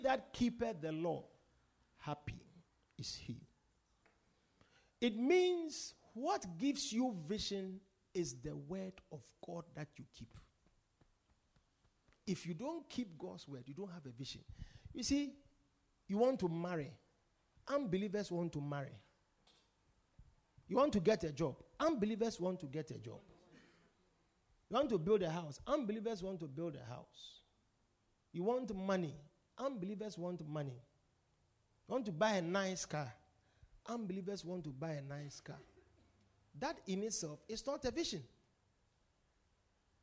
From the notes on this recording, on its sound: Preached at The Supernatural Encounter Service.